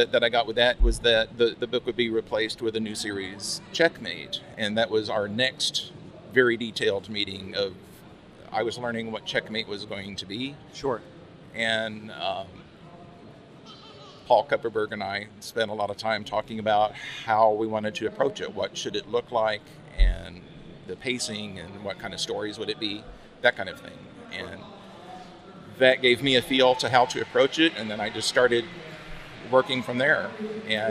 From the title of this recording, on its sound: at Dallas Fan Expo 2018